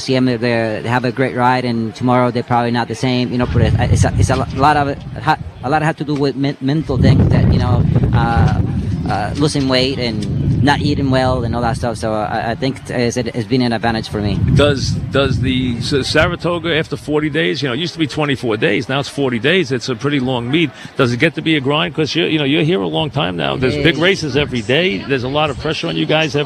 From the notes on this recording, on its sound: live at Saratoga